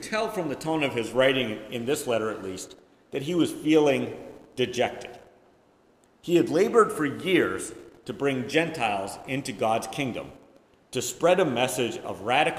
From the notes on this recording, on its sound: Preached at First Presbyterian Church of Rolla on October 2, 2022